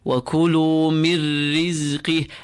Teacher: Idgham without ghunna. We assimilate the noon and the ra and we make contact with the ra, but we do not keep it, we do not pull it, we do not apply ghunna to it.